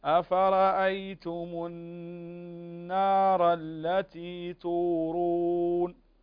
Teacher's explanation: النون مشددة كذلك تغنى بمقدار حركتين · Term: الغنة